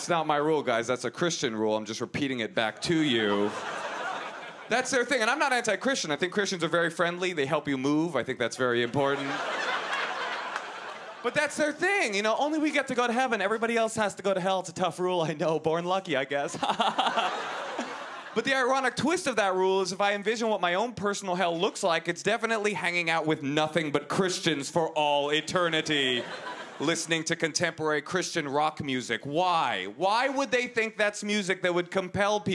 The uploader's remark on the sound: At the 2013 Just for Laughs Festival in Montreal.